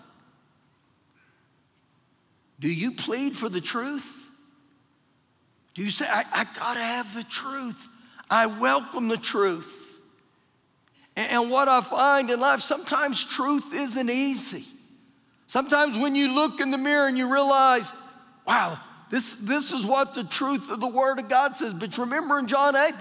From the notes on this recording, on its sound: Recorded live during our Wednesday night service